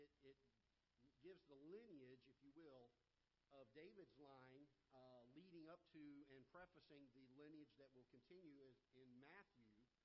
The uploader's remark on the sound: Ketha Heights Baptist Church ~ Live Broadcast